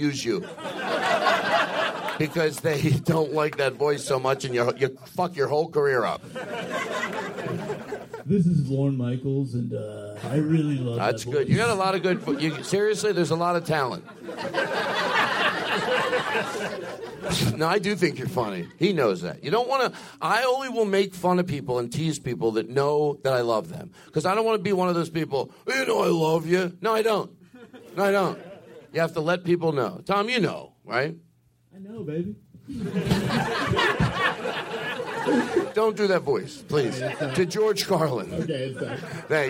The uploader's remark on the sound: Live from The Comedy Attic. In Bloomington, Indiana!